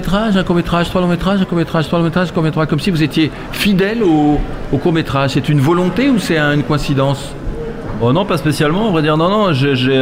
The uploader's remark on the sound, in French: LE GRAND LIVE SPECIAL FETE DU COURT METRAGE #2 – EN DIRECT DU CARREAU DU TEMPLE.